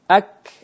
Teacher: Yaitu kalau qaf tadi lebih masuk makhrajnya di langit-langit lunak, kalau huruf kaf di antara langit-langit lunak dan langit-langit keras.